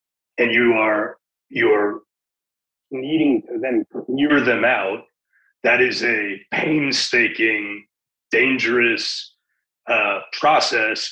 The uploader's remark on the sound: Tablet Magazine hosted a zoom